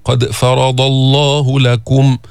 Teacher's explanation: قد فرض، فخم الضاد، قد فرض الله لكم، بينا ضمة الكاف، كيف تحصل الضمة؟ بضم الشفتين. يعني نحن ما بدنا نتكلف ونتعسف ويقرأ الواحد كأنه حاطت أكل بتمه أو يشدد كل الحروف، ولا أنه بده يبقى تمك ما يتحرك، لا، بده يتحرك بالضمة، تضم الشفتين، بالحرف المفتوح تفتح الشفتين، يعني فتح وسط، وهكذا.